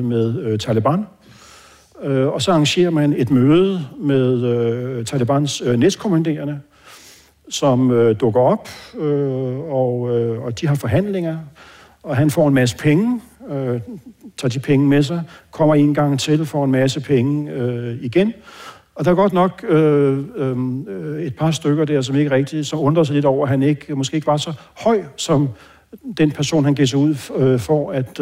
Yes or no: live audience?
yes